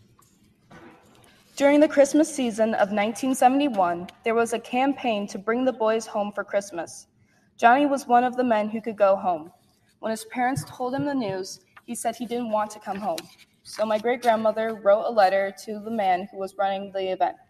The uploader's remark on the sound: Gave a moving and profound presentation to a group of students, staff, and family in April and we are happy to present the audio to you today!